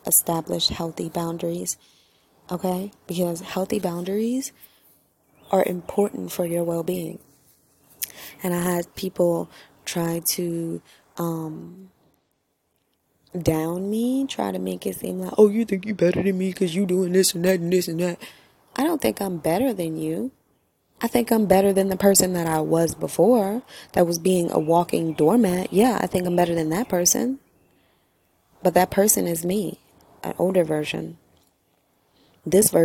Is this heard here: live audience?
no